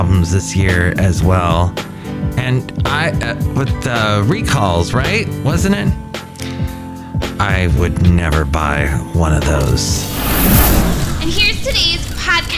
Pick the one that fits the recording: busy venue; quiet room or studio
busy venue